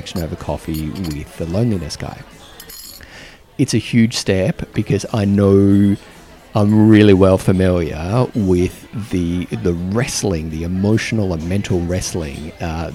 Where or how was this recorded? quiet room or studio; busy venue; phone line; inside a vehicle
busy venue